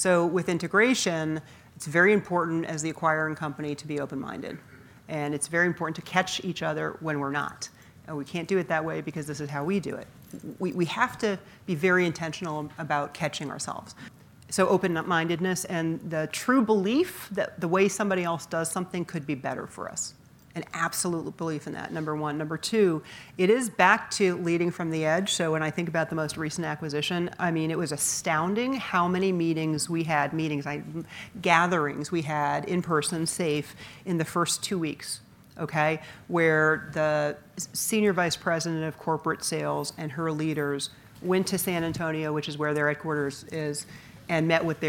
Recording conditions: live audience